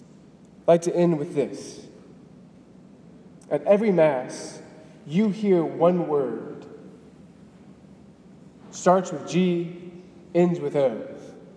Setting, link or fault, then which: setting, large echoing room